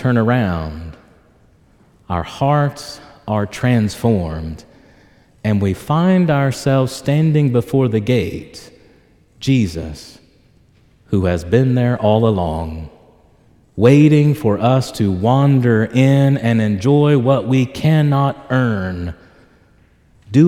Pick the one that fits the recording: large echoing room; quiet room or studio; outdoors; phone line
large echoing room